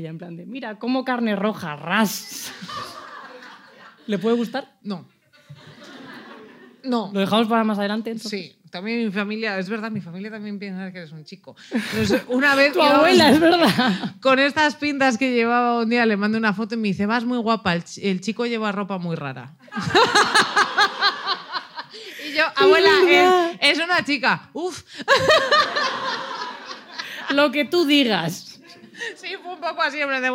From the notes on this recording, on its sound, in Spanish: arrancamos temporada en directo desde Barcelona